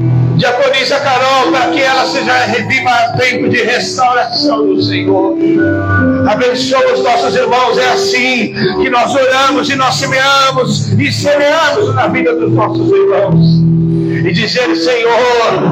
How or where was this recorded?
large echoing room